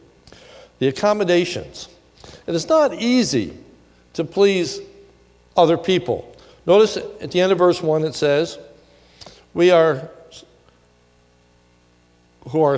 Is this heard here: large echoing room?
yes